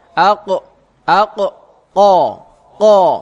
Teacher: Kalau qaf itu tidak mengeluarkan udara sehingga udaranya kayak mantuk balik lagi ke dalam ya